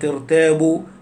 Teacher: لأن الراء ساكنة والميم قبلها مكسورة كسرة عارضة فلا اعتبار لها فتفخم الراء